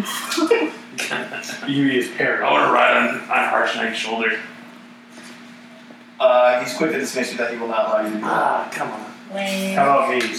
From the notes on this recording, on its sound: due to an audio malfunction the recording of this episode is very poor.